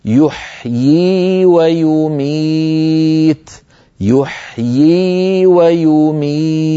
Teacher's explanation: والله يحيي ويميت، يحيي إن نظرتم إليها في المصحف، انظروا من كان منكم معه الآن المصحف، نجد بأن يحيي كتبت بياء واحدة، وزاد علماؤنا ياء صغيرة مردودة إلى الخلف هكذا ليبينوا للقارئ أن نطقها بياءين، الياء الأولى مكسورة والياء الثانية مدية ساكنة